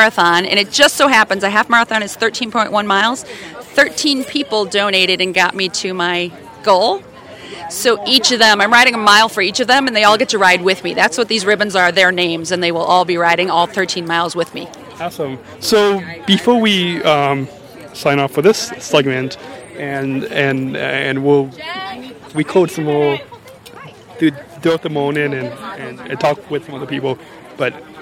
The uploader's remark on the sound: LIVE From CoasterChallenge at SixFlags Great America.